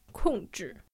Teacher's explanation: Okay, fourth tone, neutral tone.